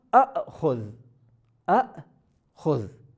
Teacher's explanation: هذه الآ هي في الواقع همزتان، همزة مفتوحة وهمزة ساكنة. حرفان ألفان.